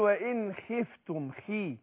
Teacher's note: الخاء بتاخد ادنى درجات تفخيم تكون مكسوره